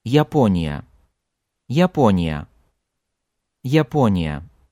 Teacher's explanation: This word begins and ends with Я, but you only hear well-defined Я at the beginning.